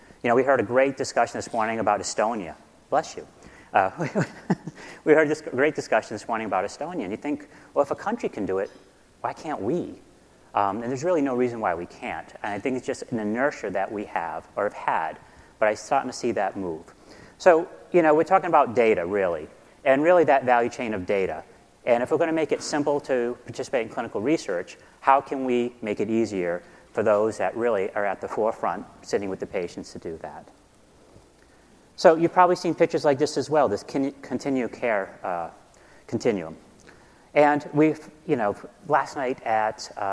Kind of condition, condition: setting, live audience